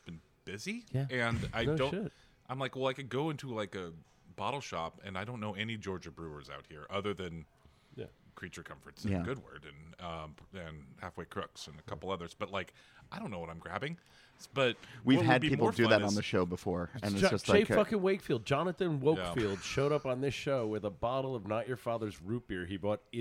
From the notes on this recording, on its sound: Recorded on location from the Little Beer festival in Duluth, Georgia.